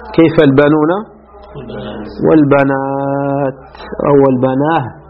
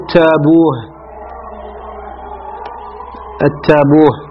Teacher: لا عكس الوجه هذا فأبدلوا من تاء الجمع ماذا هاء أيضا أبدلوا من تاء الجمع هاء في الوقف كما يبدلونها من تاء التأنيث الخالصة وهذا من الشاذ واضح هذا من الشاذ وقد قالوا التابوه التابوه